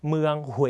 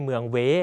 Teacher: เดี่ยวๆได้นะฮะและถ้าคำไหนมีเสียงเลื่อนนะครับมันจะส่งผลให้เวลาเราออกเสียงเนี่ยเราต้องห่อปากด้วยนะครับดูตัวอย่างคำแรกพร้อมกันฮวาฮวาสังเกตปากผมห่อด้วยนะฮะฮวาแปลว่าดอกไม้นะครับยกตัวอย่างอีกคำหนึ่งนะครับคำว่าเหวหรือที่คนไทยเรียกว่าเวไม่คุ้นใช่ไหมฮะคำว่าเหวคำว่าเมืองเวนะครับภาษาเวียดนามที่ถูกต้องต้องออกเสียงว่าเมืองเหวไม่ใช่เมืองเวนะครับเพราะว่า สังเกตตัวอูคือเสียงเลื่อนนะครับทำให้เราต้องออกเสียงห่อปากนั่นเองนะครับ · Shown in: first take